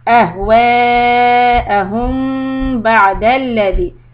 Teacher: This meme is followed by letter ba, ikhfa shafawi. You do the same as an iqlab, just hold it, two harakat, lips lightly on top of each other.